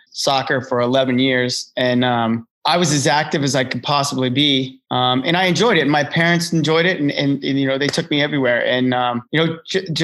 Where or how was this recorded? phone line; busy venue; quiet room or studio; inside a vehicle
quiet room or studio